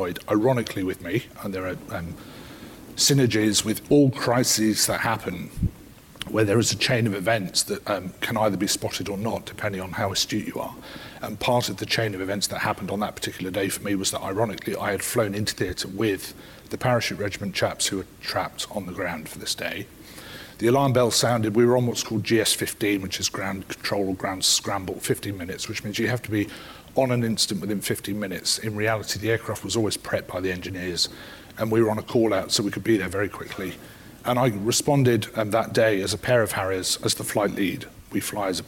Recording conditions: live audience